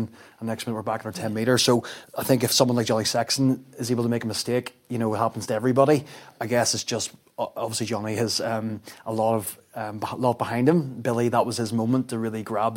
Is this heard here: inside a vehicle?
no